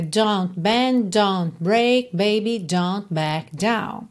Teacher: Várias consoantes oclusivas que você não ouve bem marcadinha, né? Não é don't bend, don't break, né?